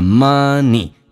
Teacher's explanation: 鼻音是发两遍的，前后都发